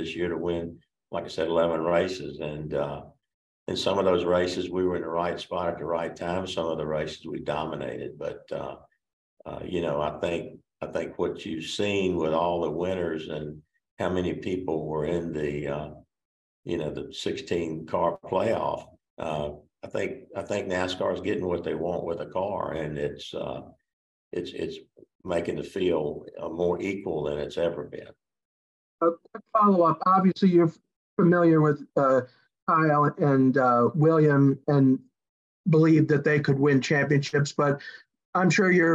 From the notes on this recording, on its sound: Met with reporters via Zoom to discuss the NASCAR Championship.